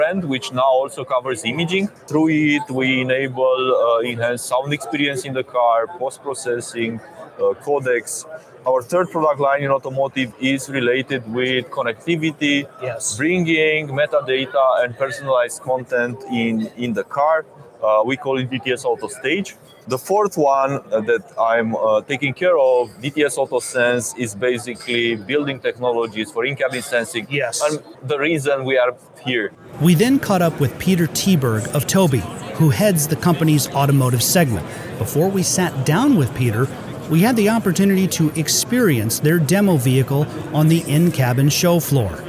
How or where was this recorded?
busy venue